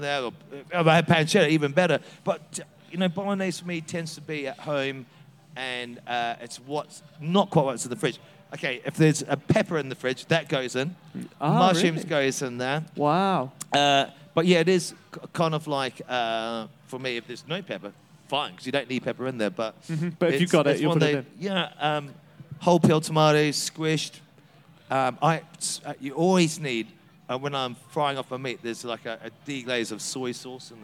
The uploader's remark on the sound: Live at Big Feastival 2023, joined on The Exchange stage